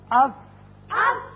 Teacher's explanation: اوپر والے دونوں دانت جب نچلے ہونٹ کے اندرلے حصے سے لگتے ہیں تو فا ادا ہوتا ہے